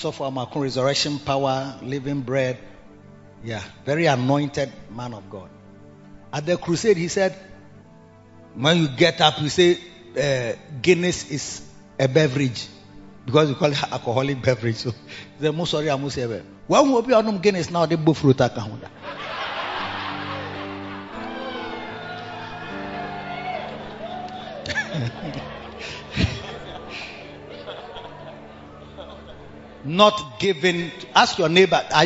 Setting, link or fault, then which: setting, large echoing room